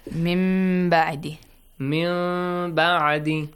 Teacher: A noon sound, but in the end, it goes to meme. · The noon changes to little meme sound. Mim okay. A half meme sound. · Term: iqlab